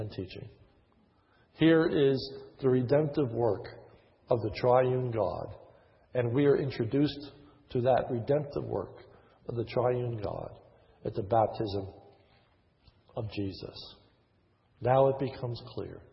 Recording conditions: large echoing room